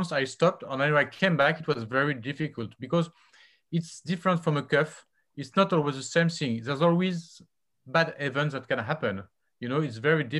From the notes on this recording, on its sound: WEBINAR REPLAY. An audio replay of our recent webinar presented by the ISAKOS Shoulder Committee.